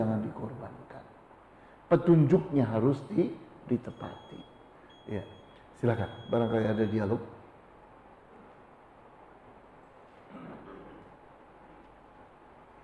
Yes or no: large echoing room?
yes